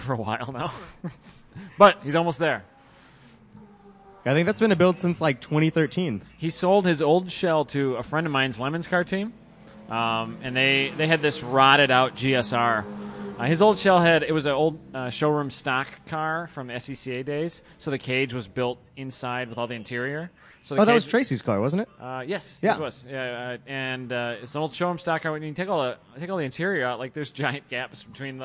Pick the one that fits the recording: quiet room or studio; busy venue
busy venue